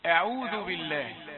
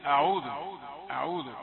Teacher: الهمزة رقيقة والعين رقيقة والذال رقيقة، ليس في هذه الكلمة ما يفخم · Shown in: first take